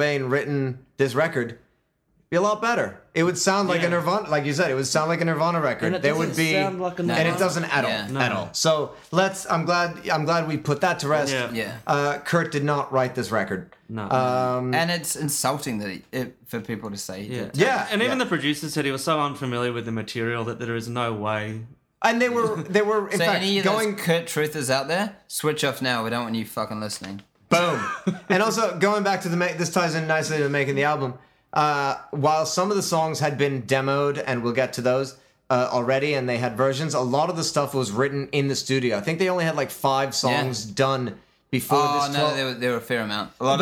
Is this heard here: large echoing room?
no